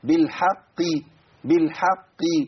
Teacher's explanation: القاف مشددة بالكسر، القاف الأولى أقوى من الثانية · Term: مرتبة التفخيم